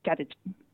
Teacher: It's Gadigin with the first syllable getting the stress.